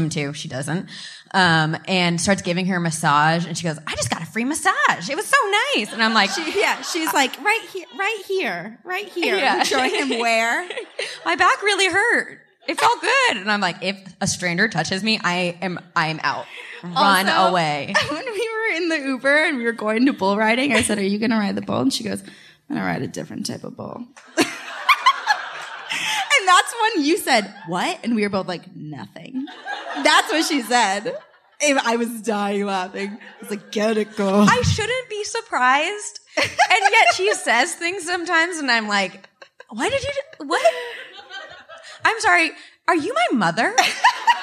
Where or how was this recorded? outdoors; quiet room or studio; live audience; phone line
live audience